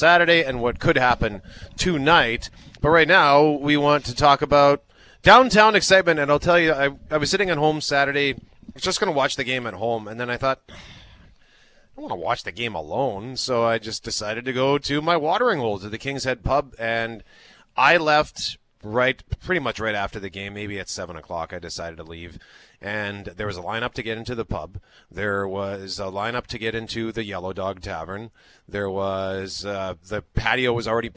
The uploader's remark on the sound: BROADCASTING LIVE AT CANADA LIFE CENTRE!